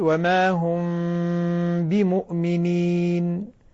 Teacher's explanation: لاحظ الميم مع الباء إخفاء شفوي